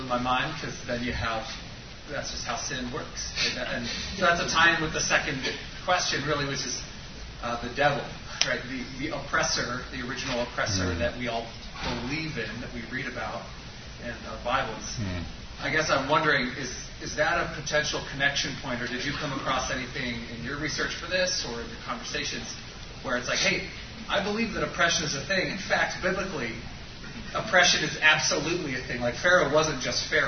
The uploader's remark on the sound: This was recorded at the annual L'Abri Conference in Rochester, MN, USA in Feb, 2020, hosted by Rochester L'Abri. NOTE: This recording includes the Q&A afterwards.